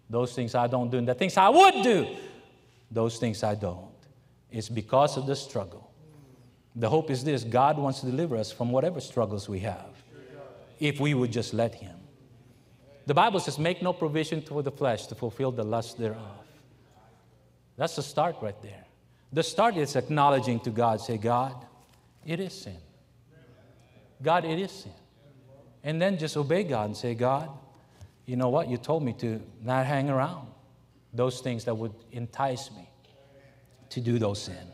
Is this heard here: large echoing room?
yes